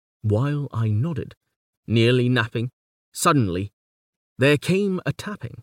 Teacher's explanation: In The Raven, he employs an 8-stress trochaic line. "While I nodded, nearly napping, suddenly, there came a tapping, as of someone gently rapping at my chamber door." However, we can note that these very long lines actually have a decided break in the middle.